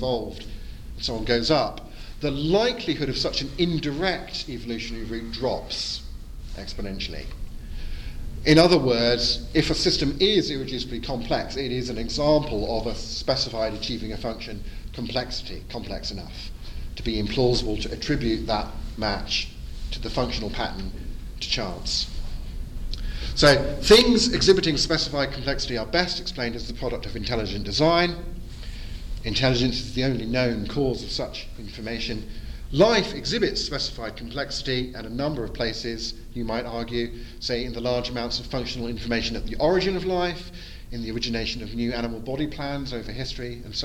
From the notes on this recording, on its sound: Edited audio from my Post-Conference Seminar. At the 2022 European Leadership Forum in Poland.